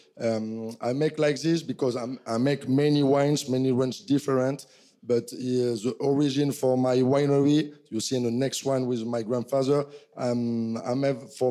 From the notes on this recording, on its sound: This episode of HRN On Tour comes to you live from Raw Wine 2023 in East Williamsburg, Brooklyn. This episode of HRN On Tour comes to you live from Raw Wine 2023 in East Williamsburg, Brooklyn. Taking place at 99 Scott , this ‘Speakers’ Corner’ event includes vertical tastings by growers from Castilla y León.